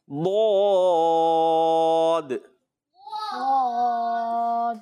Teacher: جب آپ زبان کی کروٹ کو اوپر کی داڑھوں کی جڑوں میں لگائیں گے نا تو ادا ہوگا بود. لگے گا ایسا جیسے دال کو موٹا کر کے پڑھ رہے ہیں مگر دال کو بھی نہیں پڑھنا.